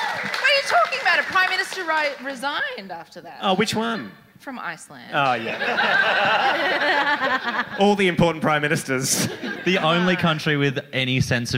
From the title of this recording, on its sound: A Rational Fear LIVE